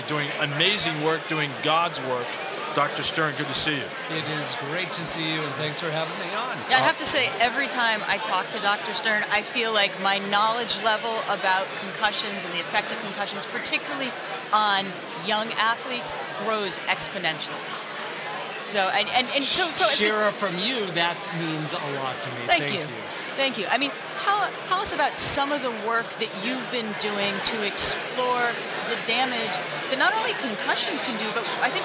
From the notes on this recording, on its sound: Recorded live at the Concussion Legacy Foundation annual Gala in Boston.